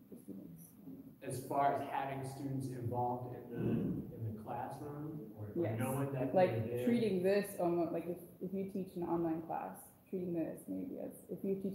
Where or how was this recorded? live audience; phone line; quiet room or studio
live audience